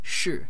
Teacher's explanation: One, which is a monotone of a more higher pitch, sh, an intonation level where you kind of raise it so it sounds like a question, sh, and then a monotone of a slightly lower pitch, sh, and then a dropping intonation level or inflection, so that you give it the sound of like a statement